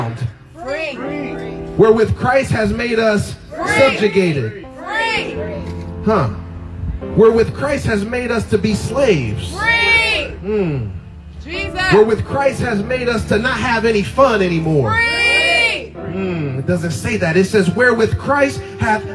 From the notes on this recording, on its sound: Freedom Outside Service